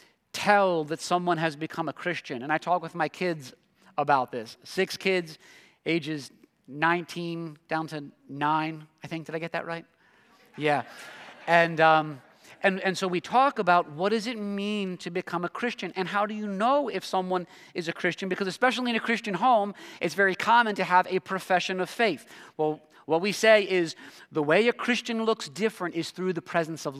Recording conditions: large echoing room